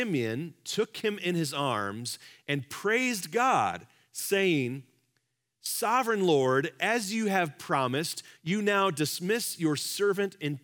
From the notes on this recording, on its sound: Live from our Celebration Ministry Center